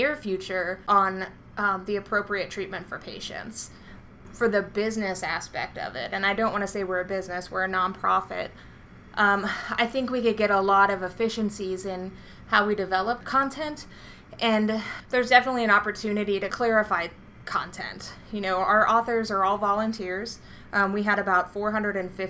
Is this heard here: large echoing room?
no